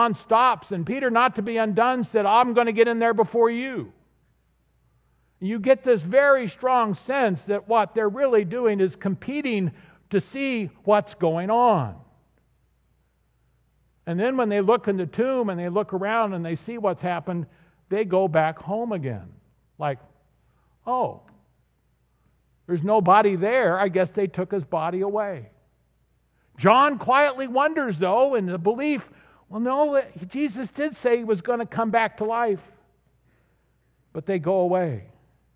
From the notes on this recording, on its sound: This audio is from the recording of the sermon at the 9:30am service on Easter Sunday.